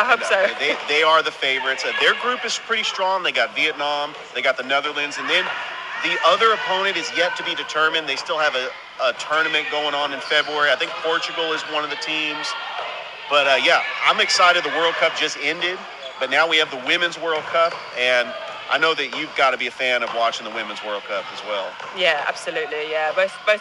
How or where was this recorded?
busy venue